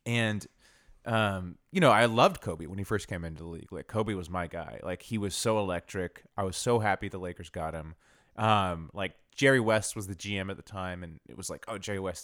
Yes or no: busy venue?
no